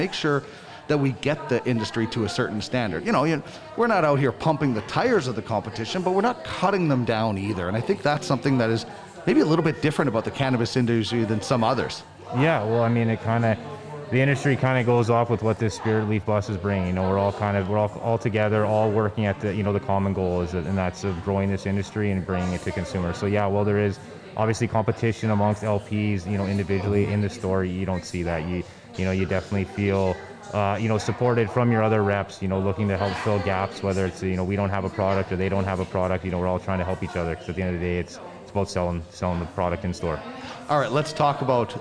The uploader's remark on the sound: It’s a great day today at Spiritleaf Argyll in Edmonton as the Spiritleaf Bus Tour is one and we’re on location.